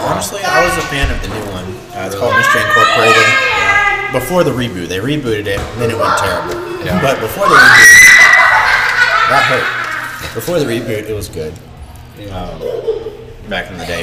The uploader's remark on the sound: The kids are children of players and they play while their parents are on the court so there isn't much we can do. Enjoy getting that real-life, kids screaming in the background feel of being at a live volleyball game.